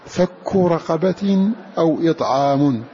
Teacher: فالمرؤوس لهم بندا عم فانهلا عاصم عم نافع وابن عامر فانهلا حمزة يعني قرأ عاصم ونافع وابن عامر وحمزة فك رقبة أو إطعام برفع كافي فك وخفض تاء رقبة فك رقبة أو إطعام بكسر الهمزة ومد العين أي إثبات ألف بعدها